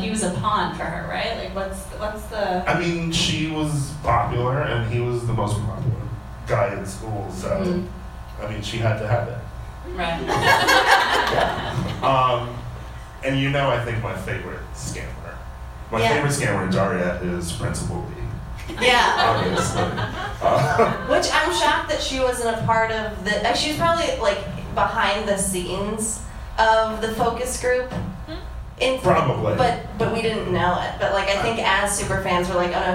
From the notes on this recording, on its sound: Podcast studio in her bedroom for a live episode at the beautiful Ace Hotel downtown in front of more human beings. Sings her cover version live for the audience.